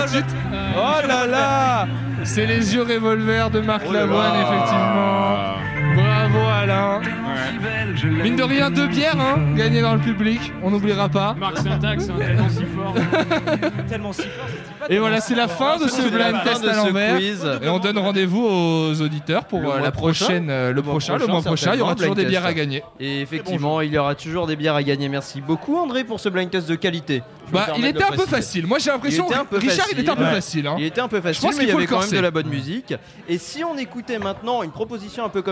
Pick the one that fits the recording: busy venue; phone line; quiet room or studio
busy venue